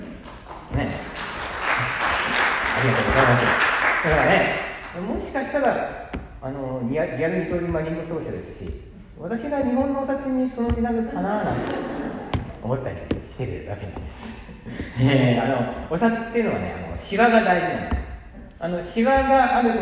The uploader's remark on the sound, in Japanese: 舞台上にてラジオの公開収録を行いました。独演会で公開収録！とっても良いお客さんで、たくさん笑ってもらいました。しかし、マイクを自分の方に向けて収録したため、お客様の反応が入っていなくて残念。